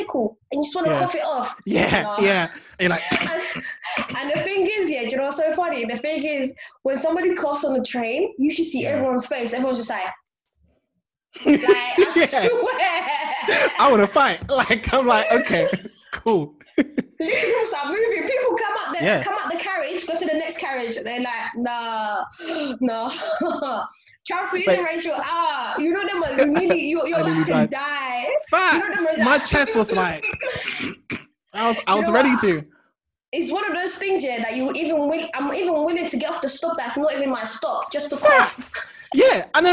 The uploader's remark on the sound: Interacted with our fans who interacted with us via the comment section.